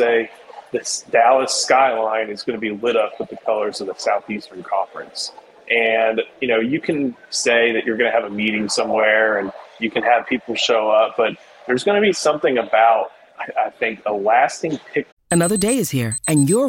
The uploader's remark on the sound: live from SEC Media Days